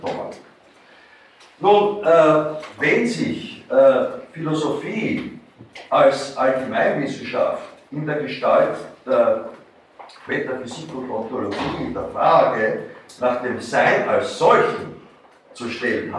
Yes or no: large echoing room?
yes